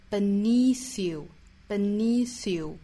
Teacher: 注意 beneath 这个词后面的元音是一个紧音，所以是 beneath,左右嘴角裂开发 e, beneath you, beneath you.好，这句话我们再用非常慢的速度用英音来